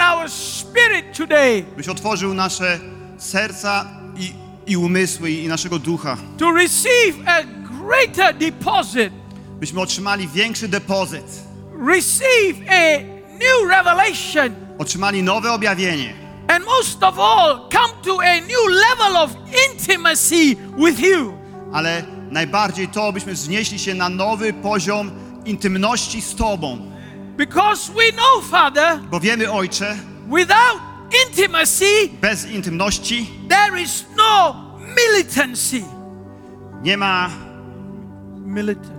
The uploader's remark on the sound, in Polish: Kazanie zostało nagrane podczas niedzielnego nabożeństwa NOF Church 24.